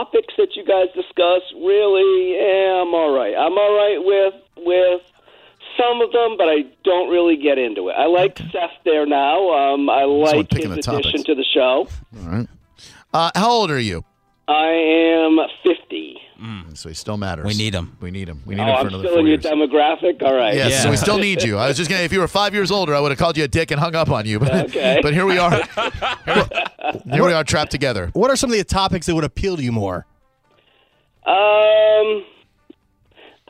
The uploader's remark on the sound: Phone-A-Friend. LIVE.